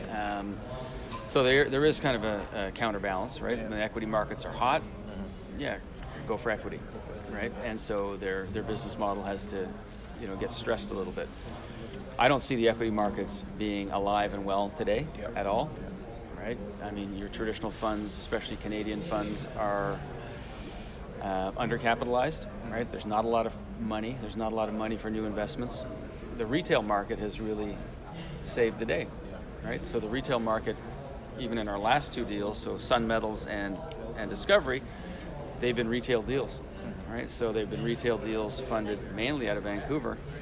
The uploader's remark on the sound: On the floor of the Vancouver Resource Investment Conference (VRIC).